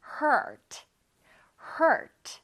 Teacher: R이기 때문에 혓바닥은 뒤로 갑니다